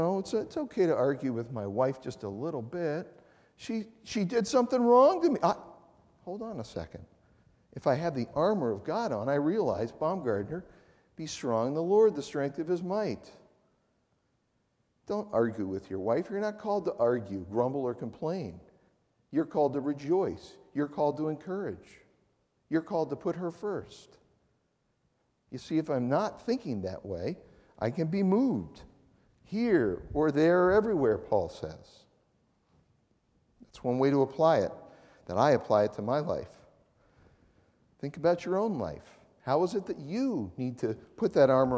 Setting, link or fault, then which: setting, large echoing room